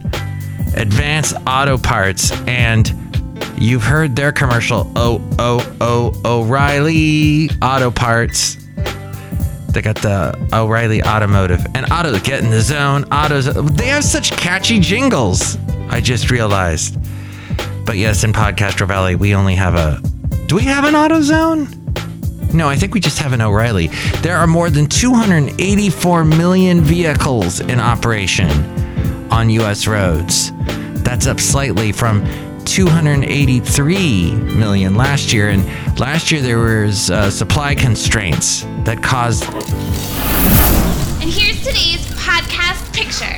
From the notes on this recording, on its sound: podcasts live from Café Anyway